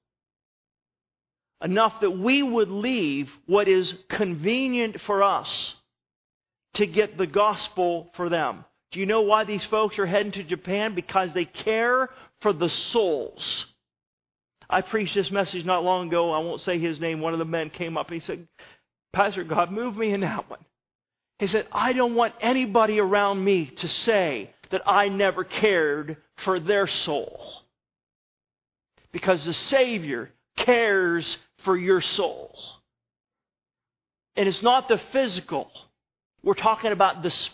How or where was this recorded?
large echoing room